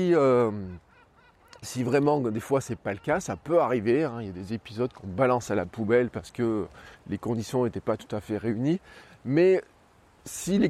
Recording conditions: outdoors